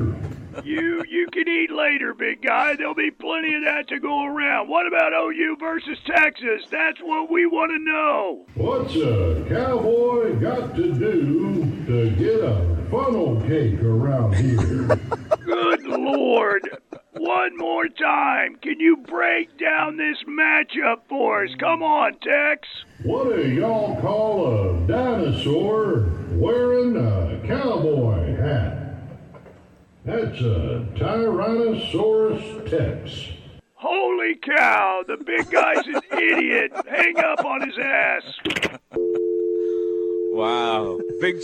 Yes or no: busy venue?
yes